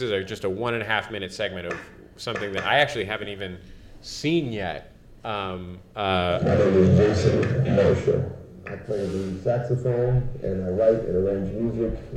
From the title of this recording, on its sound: Panel at #Media99 Summit